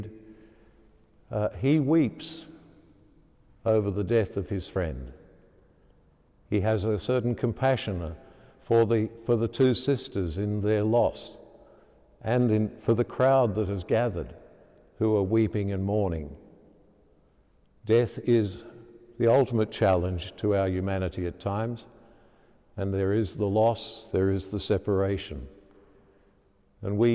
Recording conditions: large echoing room